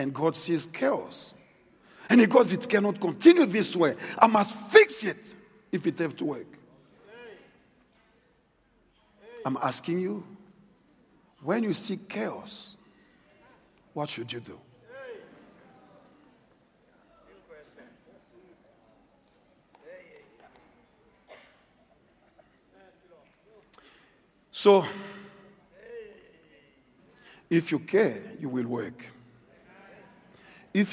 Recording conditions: live audience